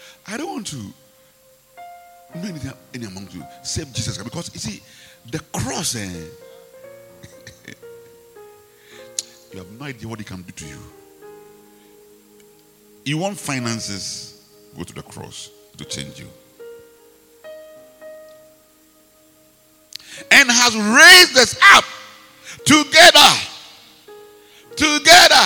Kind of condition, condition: setting, large echoing room